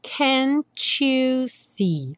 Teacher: Entre o can't e o you, nós temos novamente aquela situação onde uma palavra termina com T e a próxima palavra é you. E aí é frequente esse T virar tch e você ter can't you, que soa igual o número 2.